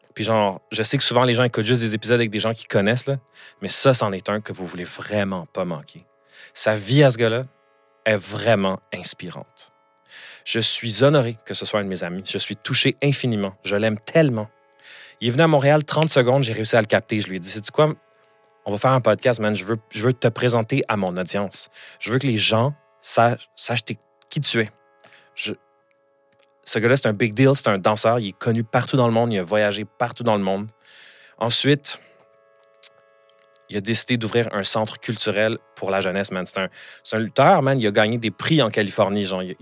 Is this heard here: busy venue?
no